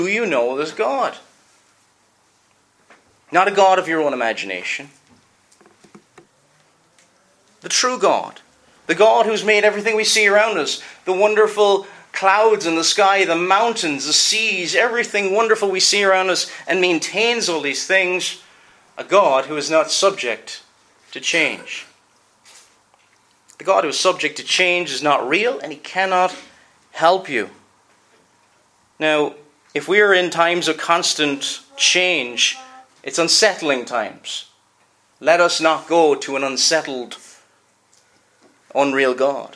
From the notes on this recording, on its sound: Preached at Enniskillen Reformed Presbyterian Church